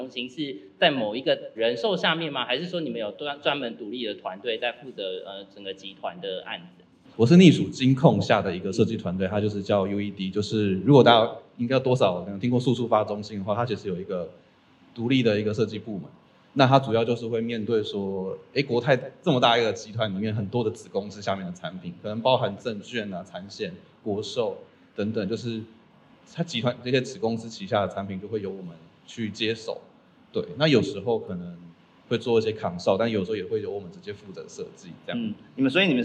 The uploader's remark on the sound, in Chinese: 本集節目首度實體化，以小聚交流形式呈現的現場錄音！因為現場收音的關係，音質還請多多包涵。